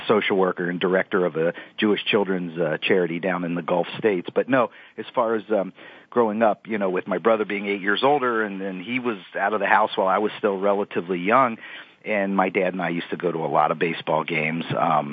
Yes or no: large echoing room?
no